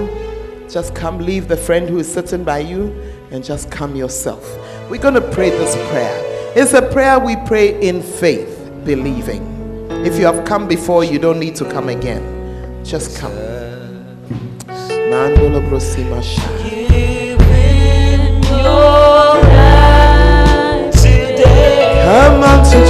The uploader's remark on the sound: Preached At The Fountain Of Life Cathedral.